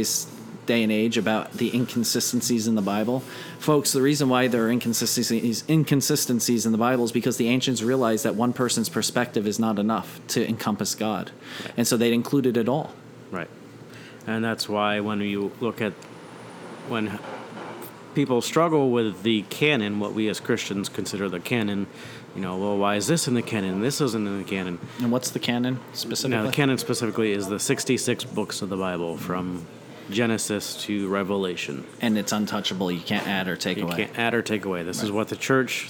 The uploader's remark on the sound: This episode was recorded at The Barrel House Restaurant in Newton, NJ. This episode was recorded at The Barrel House Restaurant in Newton, NJ.